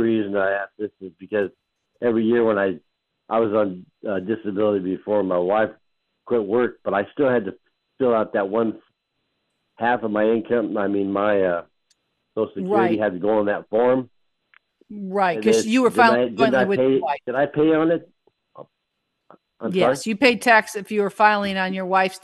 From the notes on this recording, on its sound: The show features interactive segments where listeners call in with specific tax queries.